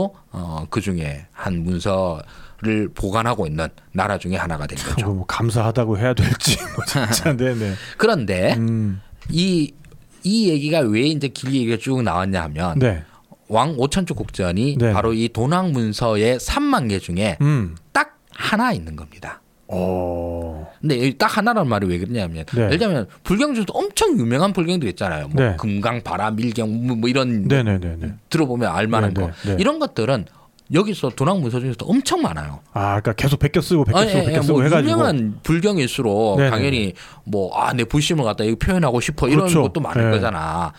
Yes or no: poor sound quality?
no